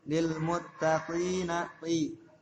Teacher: Ti jangan sampai masuk hidung.